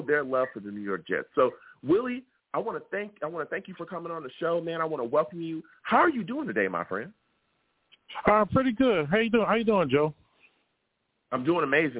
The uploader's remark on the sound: I take live callers!